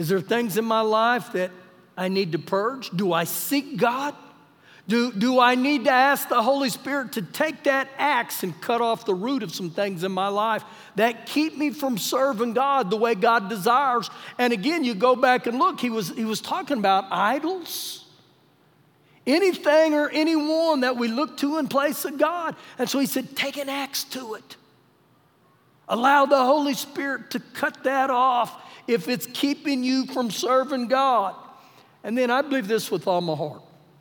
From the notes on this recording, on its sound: Recorded live during our Sunday morning service